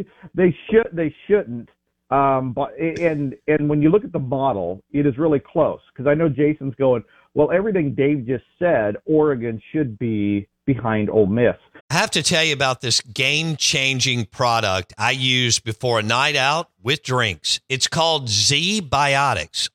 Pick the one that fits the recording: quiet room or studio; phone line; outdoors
phone line